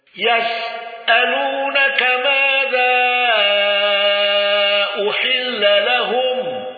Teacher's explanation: النقاش بالسكت على الموصول وإشباع المد المنفصل واندرج معه حمزة. بالنسبة للنقاش سكت الموصول لا يأتي إلا على إشباع المد المنفصل من الإرشاد.